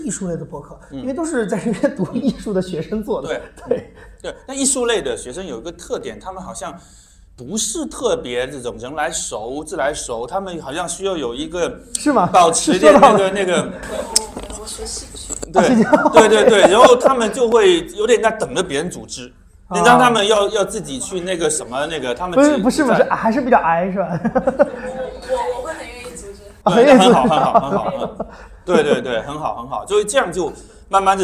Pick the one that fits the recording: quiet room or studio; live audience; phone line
live audience